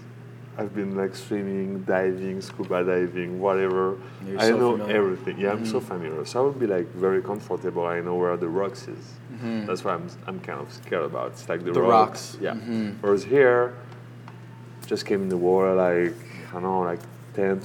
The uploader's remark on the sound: video recorded the entire episode at Georges Lighthouse Cafe in Montauk, NY